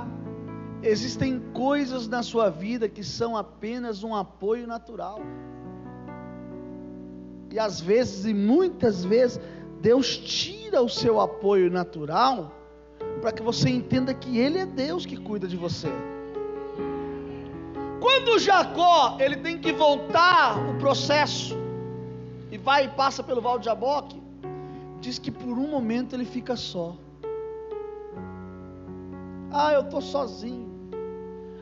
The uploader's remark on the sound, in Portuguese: Culto gravado em 04/02/2022 durante a celebração do culto. Durante a celebração do culto de cura e libertação.